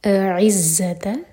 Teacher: حمزہ کا مخرج اور عین کا مخرج الگ الگ سنائی دینا چاہیے. اعزت، مکس اپ نہیں کرنا.